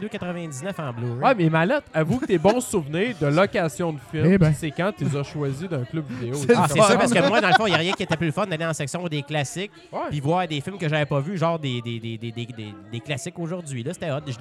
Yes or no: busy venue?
yes